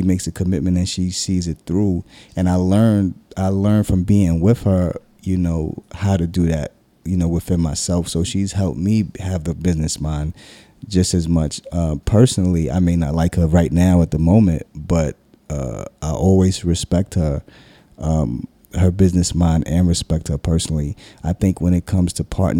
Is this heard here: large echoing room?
no